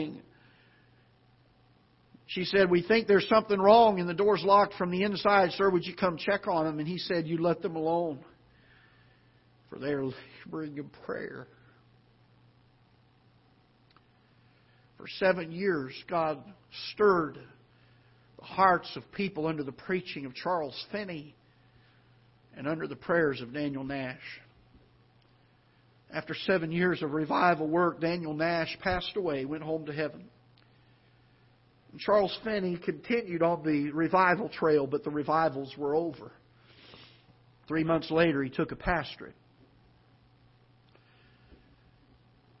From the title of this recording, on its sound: Ketha Heights Baptist Church ~ Live Broadcast